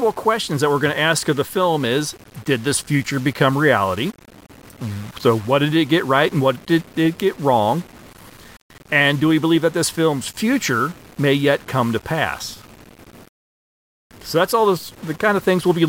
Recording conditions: poor sound quality